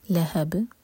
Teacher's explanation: نارن ذات ذا مد تبعی تا ایک حرکہ. لہب با پر رکیں گے تو با کو سکون دیں گے اور قلقلہ کریں گے